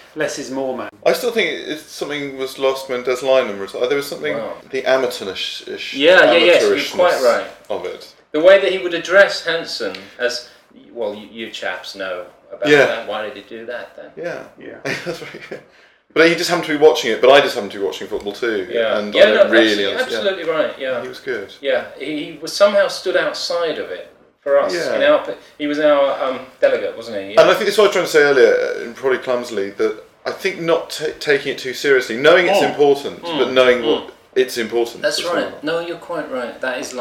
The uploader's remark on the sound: This being a pilot pod, the sound is (in the words of the demotic) ‘somewhat patchy.’.